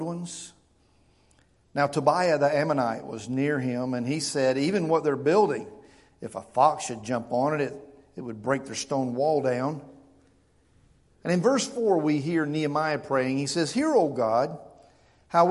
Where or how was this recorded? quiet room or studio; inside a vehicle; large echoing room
large echoing room